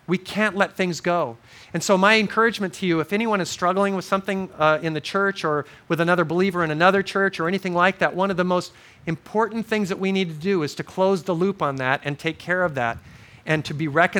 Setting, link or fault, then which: setting, large echoing room